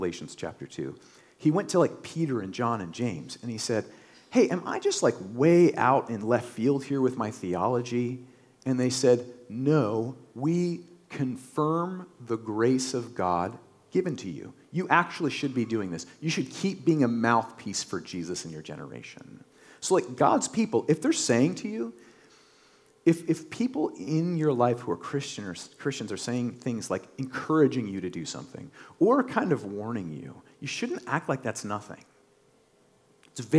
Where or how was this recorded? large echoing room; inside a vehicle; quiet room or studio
large echoing room